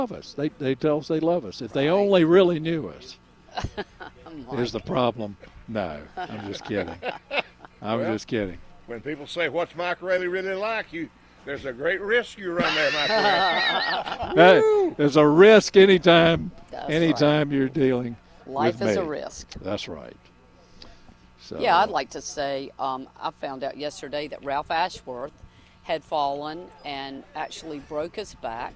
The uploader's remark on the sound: Broadcasting live from Campbell Road Nursery.